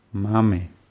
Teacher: die Betonung ist auf A, also wird oi auch eher wie A ausgesprochen